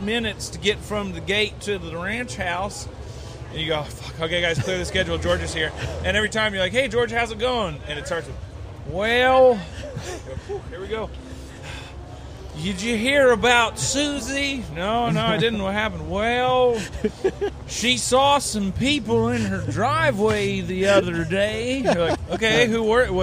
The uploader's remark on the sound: Late Saturday night at COTA, the #GRIDLIFE Staff hung out at the "Rally Ranch".